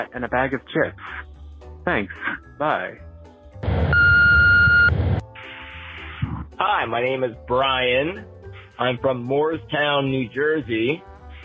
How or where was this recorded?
phone line